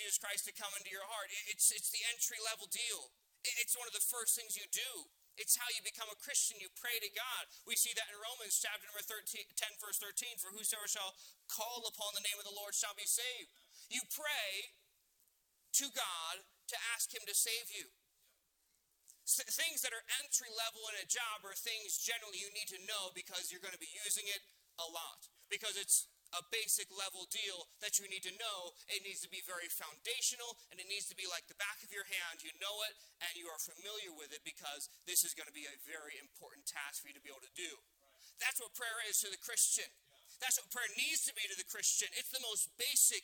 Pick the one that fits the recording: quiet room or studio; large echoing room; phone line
large echoing room